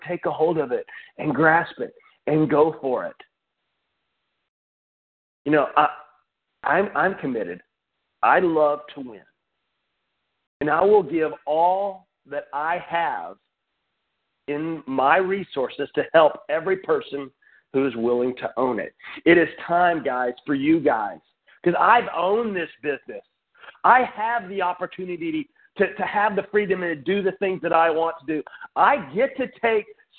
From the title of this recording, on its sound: Team Elite Conference Call